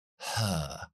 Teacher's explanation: la E más la R, hacemos schwa larga, her